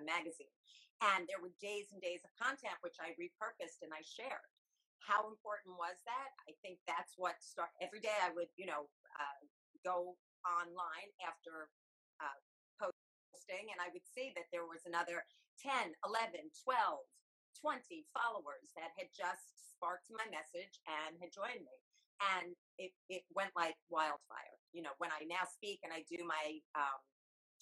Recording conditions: poor sound quality